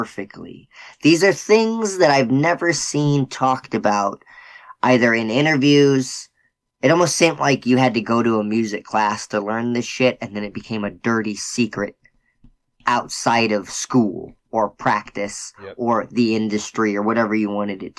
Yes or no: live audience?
no